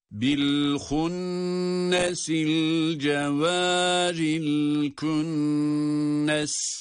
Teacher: Hem önceki ayetteki el hunnes kelimesinde hem sonraki ayetteki el künnes kelimesindeki nunlar şeddeli oldukları için bunları tutuyoruz.